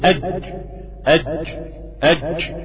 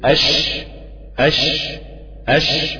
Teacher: بعض الناس بتنطق حرف الجيم رخو، مع أن حرف الجيم حرف شديد · Shown in: first take · أجد قطن بكت حرف شديد، فأنت لو رخيت الجيم فورا هتبقى شين، فورا هتبقى شين.